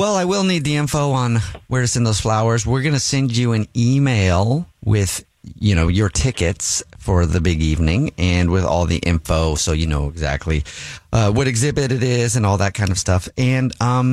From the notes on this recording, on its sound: On the phone.